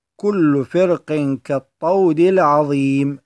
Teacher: والراجح عندنا هو الترقيق لكسر المستعلي وصلا